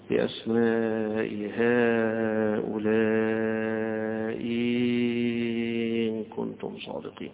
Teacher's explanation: حيبدل الهمزة الثانية ياء ويمد مدا مشبعا فيها